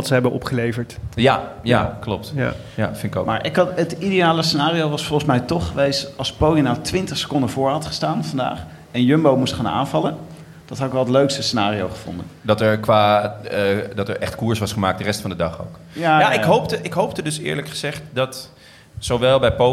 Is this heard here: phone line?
no